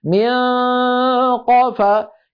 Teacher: ويفتح مخرج القاف يقول منقى فيأتي صوتان معا، صوت فموي ضخم وصويت أنفي خيشومي